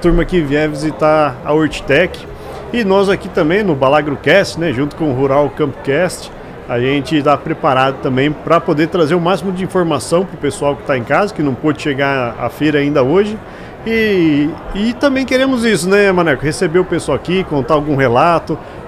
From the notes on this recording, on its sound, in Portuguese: Estamos ao vivo durante a Hortitec 2023